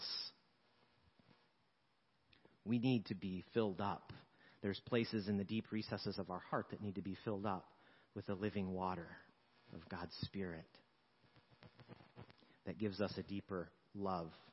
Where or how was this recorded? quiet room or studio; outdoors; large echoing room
large echoing room